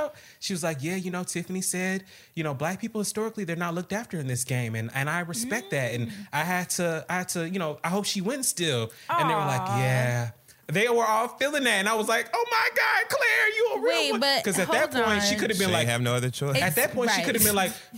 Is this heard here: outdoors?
no